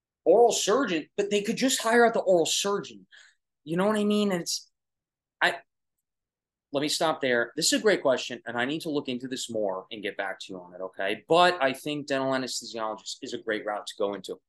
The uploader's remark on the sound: These are clips from Instagram LIVE Q&A sessions, Tik Toks & Reels, and zoom events